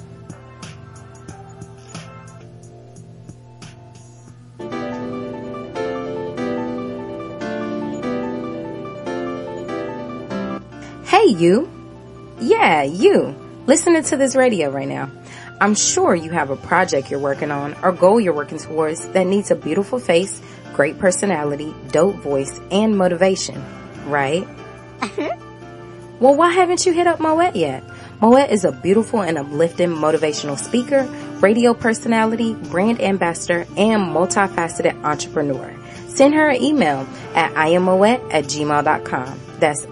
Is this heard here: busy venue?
no